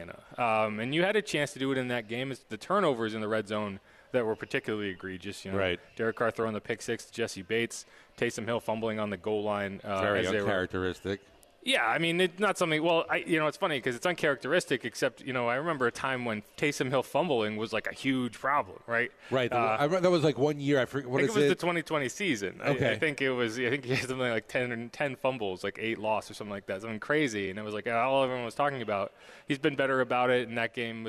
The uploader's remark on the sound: LIVE from the Dome